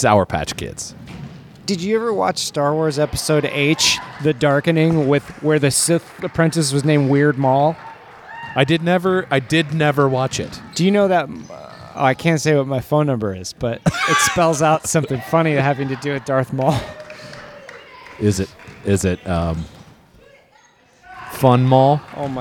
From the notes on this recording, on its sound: at North Weddington Auditorium